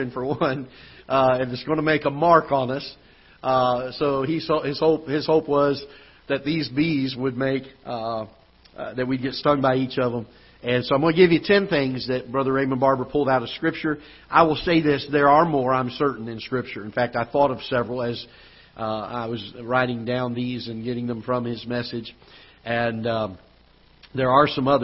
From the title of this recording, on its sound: Ketha Heights Baptist Church ~ Live Broadcast